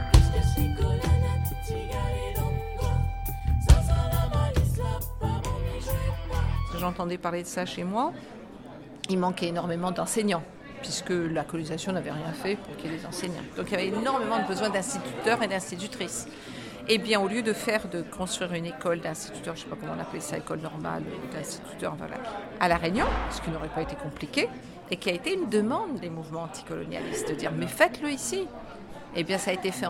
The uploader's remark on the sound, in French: la diffusion de la quasi intégralité de la conférence